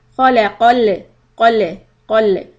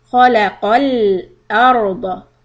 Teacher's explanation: hold the sound a fraction of a second, because if you are too quick, then it will bounce and you will get qalqala on the letter lam · Shown in: second take · Term: lam sukun